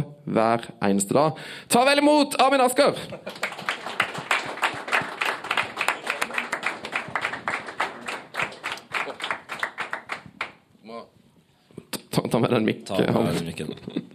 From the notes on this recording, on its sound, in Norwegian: live fra Pokalen i Oslo